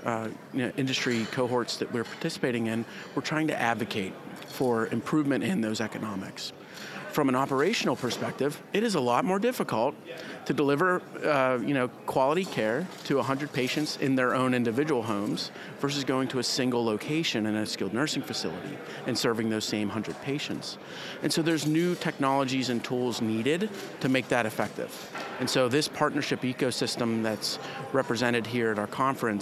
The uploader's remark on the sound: User Conference Post-Show. Live from the show floor.